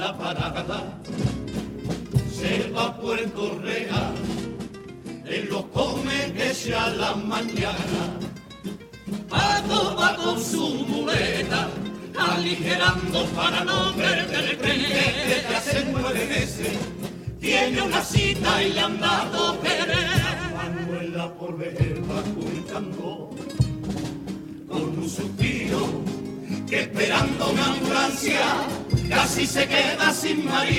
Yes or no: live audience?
yes